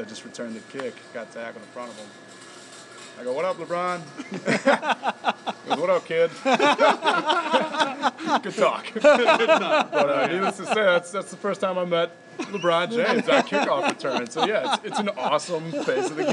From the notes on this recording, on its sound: at the Red Smith Banquet up in Appleton